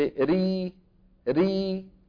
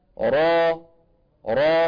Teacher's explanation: بخلاف المرققة ما فيها تقعر. ثم أيضا لسان المزمار يرجع في الراء المفخمة فيحدث تضيق في الحلق · Shown in: second take